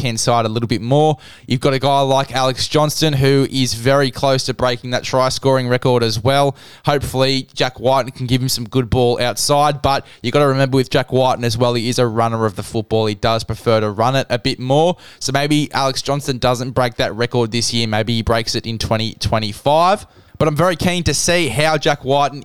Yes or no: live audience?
no